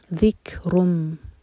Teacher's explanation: کیف پر ہے سکون تو کیف پر ہم ہمس کریں گے، یعنی کہ سانس جاری رکھیں گے. ذک جھٹکا نہیں آنا چاہیے.